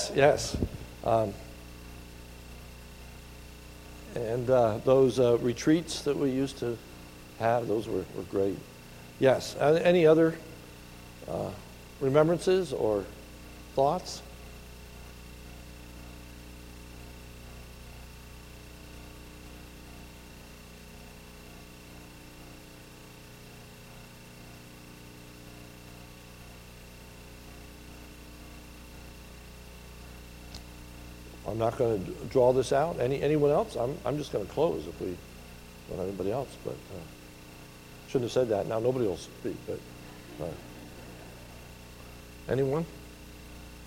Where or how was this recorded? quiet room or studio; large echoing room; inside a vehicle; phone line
large echoing room